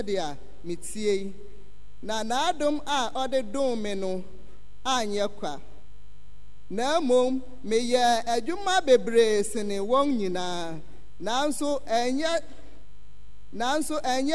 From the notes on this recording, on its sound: Sermon preached at CBC Adabraka/Shiashie Campuses